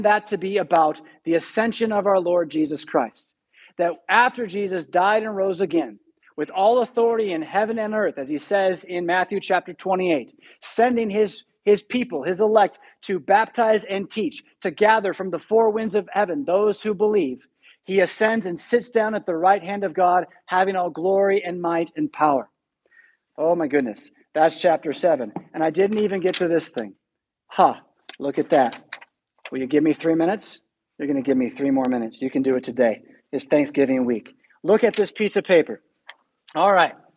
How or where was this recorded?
large echoing room